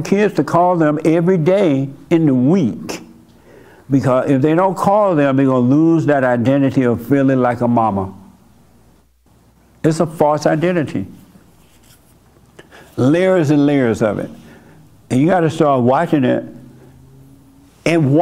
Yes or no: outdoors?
no